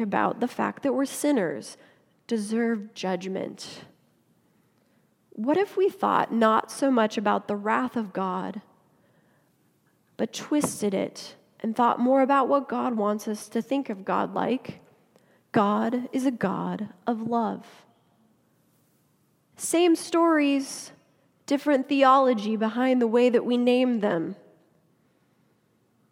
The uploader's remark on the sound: Message delivered during the Classic Worship service.